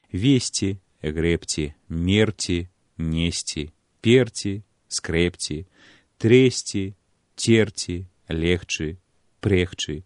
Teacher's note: Трэба звярнуць увагу на тое, што ў нашай мове ёсць цэлая група дзеясловаў на ці і чы, кожны з якіх у пачатковай форме, у інфінітыве, мае націск на першым складзе